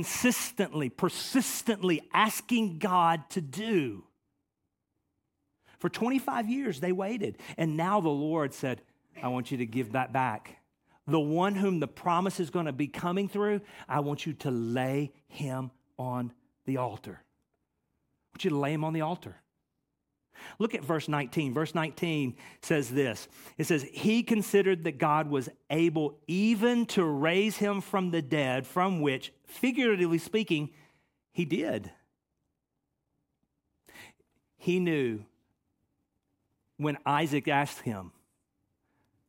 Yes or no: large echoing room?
yes